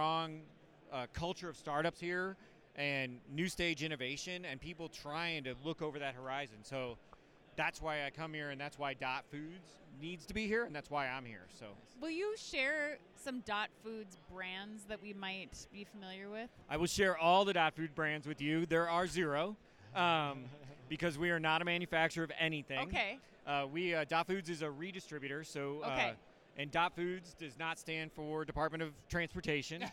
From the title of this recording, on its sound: Live From Manifest 2024